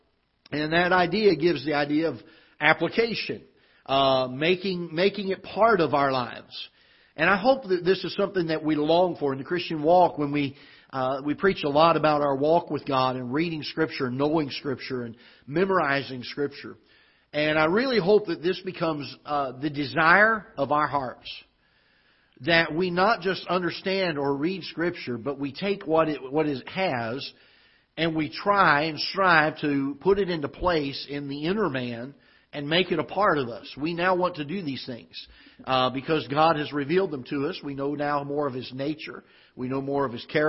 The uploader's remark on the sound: Ketha Heights Baptist Church ~ Live Broadcast